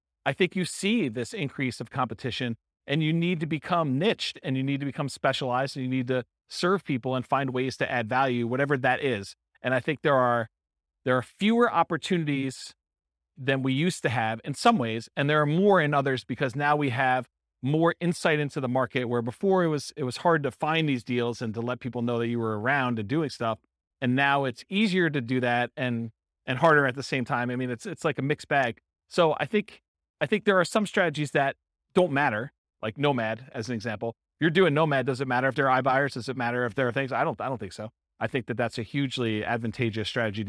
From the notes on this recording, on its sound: This was a live class recorded. Casper, Wyoming.